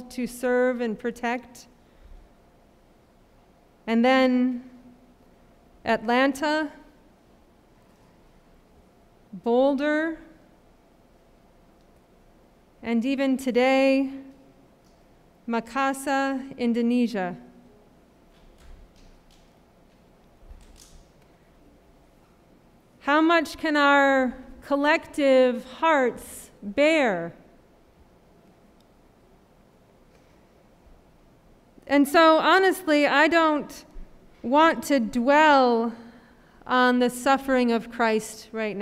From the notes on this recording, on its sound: Sermon preached at RCHP.